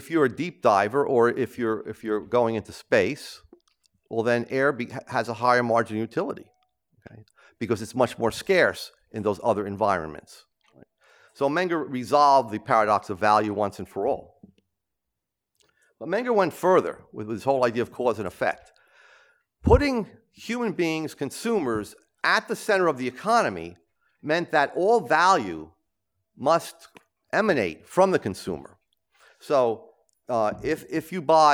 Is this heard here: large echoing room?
yes